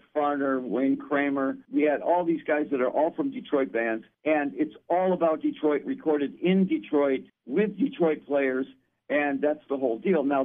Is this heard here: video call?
no